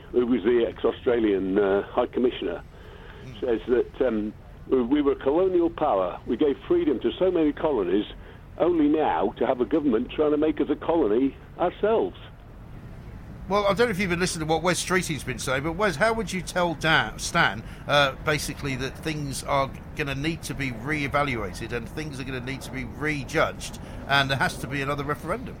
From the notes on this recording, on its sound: Live from College Green